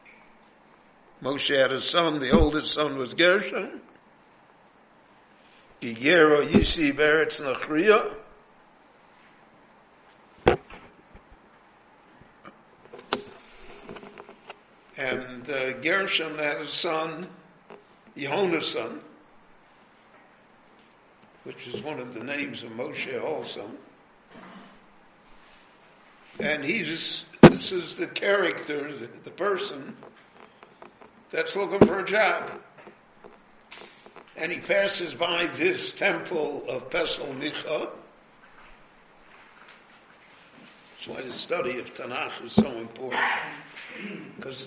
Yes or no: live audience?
yes